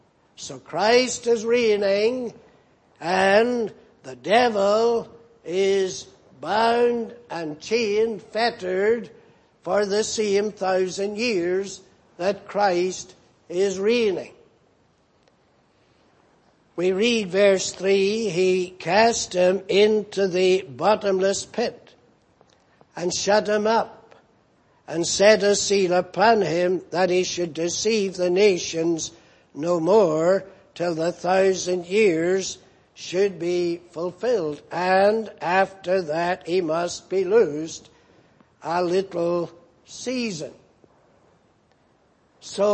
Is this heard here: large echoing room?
yes